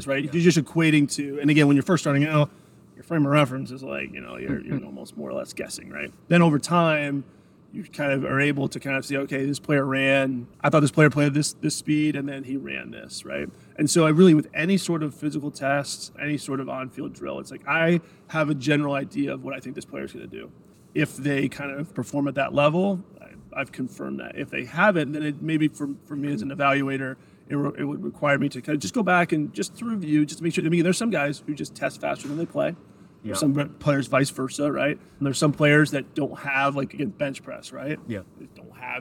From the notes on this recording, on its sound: coming to you live from the NFL combine